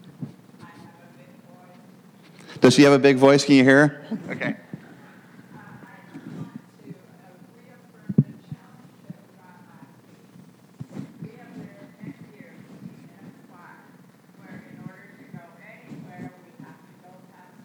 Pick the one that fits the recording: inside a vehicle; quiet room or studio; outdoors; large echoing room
large echoing room